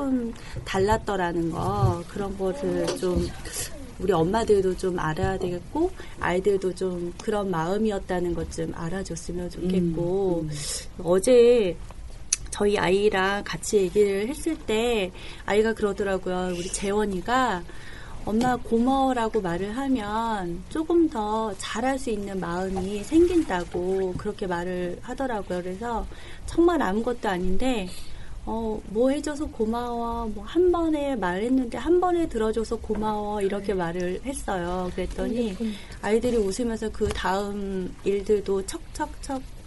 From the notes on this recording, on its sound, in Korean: 인터넷라디오 방송이 시작된이래 최고로 많은 인원이 최고로 시끌거리는 녹음을 무사히 마쳤습니다. 진관동 은빛초등학교에 다니고 있는 학생들과 학부모님들이 방학을 맞아 특별한 추억을 만들고자 방송국을 찾았는데요. 녹음실은 그야말로 폭풍의 현장이었습니다.